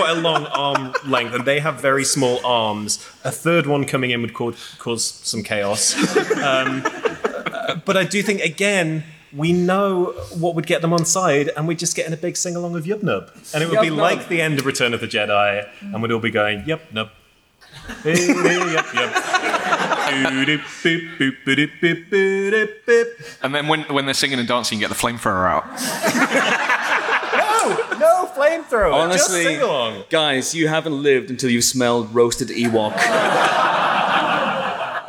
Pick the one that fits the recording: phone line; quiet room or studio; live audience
live audience